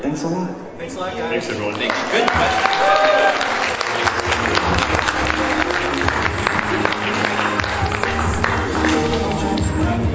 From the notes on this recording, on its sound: NerdCon Podcasting Panel. It is a convention, so there’s a lot of background noise, and we picked up some additional conversations, but I think you can hear everyone pretty clearly.